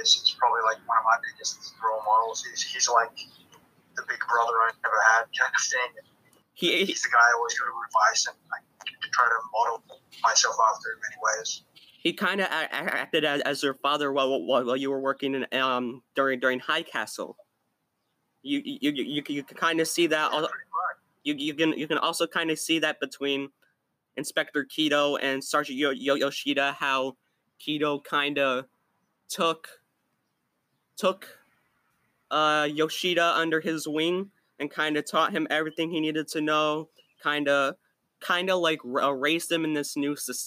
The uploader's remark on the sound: PLEASE IGNORE BACKGROUND NOISE, WE HAD TO MOVE OUTSIDE DUE TO NETWORK ISSUES. ALSO, IGNORE ANY SMALL STUTTERS.